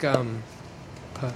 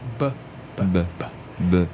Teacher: I think p is not voiced, but it seems like a b is slightly voiced